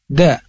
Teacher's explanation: huruf da ini ujung lidahnya keluar sedikit dan menyentuh ujung gigi atas seperti digigit.